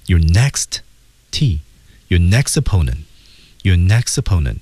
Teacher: Your next opponent 两个 T 失去爆破